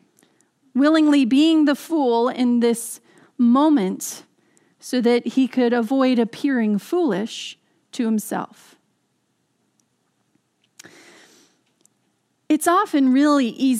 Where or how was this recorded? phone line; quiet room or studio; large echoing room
large echoing room